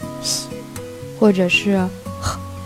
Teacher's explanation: 不能实在在念成东西的西，或者是喝水的喝，而是要虚着一点